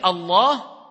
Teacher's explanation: C'est le lam, mufakhama, quand on parle de at-tafrim, c'est emphasé. D'accord? On remplit la bouche. Donc, al-lam, mufakhama, c'est quand, ici, ce lam-là, il va être emphasé à chaque fois ici qu'on va prononcer le nom d'Allah Jalla wa Ala, c'est-à-dire le nom qui est Allah, qui est le nom d'Allah.